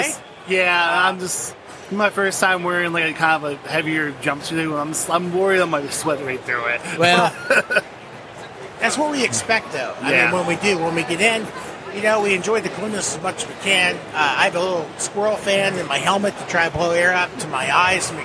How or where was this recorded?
busy venue